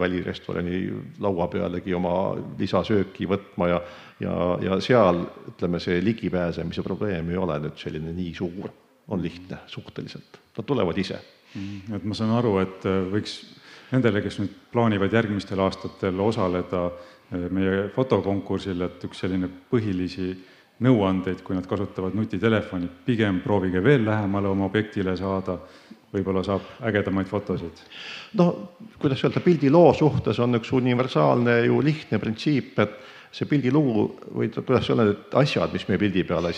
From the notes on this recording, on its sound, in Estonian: Oktoobrikuu saate salvestasime Matsalu loodusfilmide festivalil